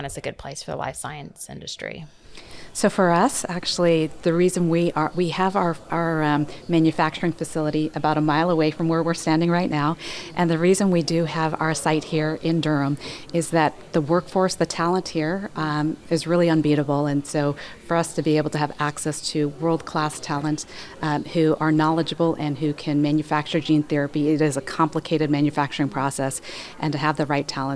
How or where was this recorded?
busy venue